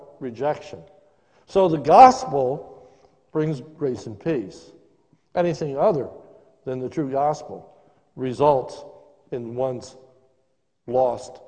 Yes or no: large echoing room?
yes